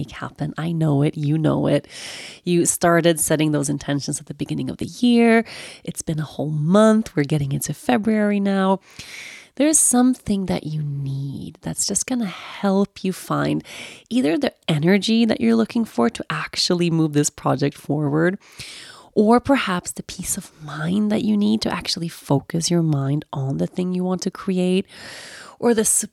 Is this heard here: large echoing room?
no